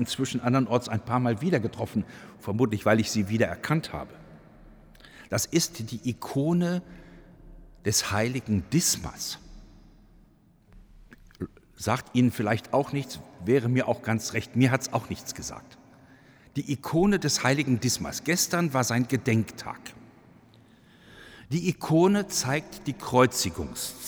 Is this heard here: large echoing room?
yes